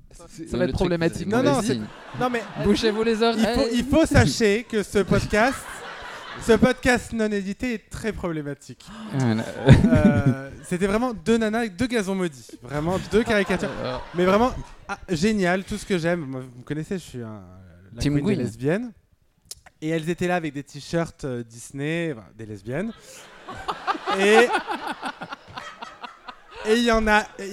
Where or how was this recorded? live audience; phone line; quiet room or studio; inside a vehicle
live audience